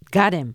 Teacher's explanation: Gotthem、もう言うと Got them みたいなことで、はい、 Gotthem、 Gotthem、 If you got them っていうふうに、 yes.おお、これで格段に変わってきますね、はい、ネイティブに近寄ってきますね、ネイティブ近いになりますので、しかも M の無っていうと日本語最後の母音があるのでうーになりがちですけども、ガッテムの時には M なので口を閉じてんーに持っていくとより近くなる